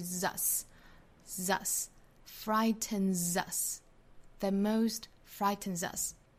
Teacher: Frighten 后面加的 s 读浊辅音，这个时候是清清浊浊的规律。那我们要知道三个鼻音都属于浊辅音，所以鼻音后面加的这个 s 还是读浊辅音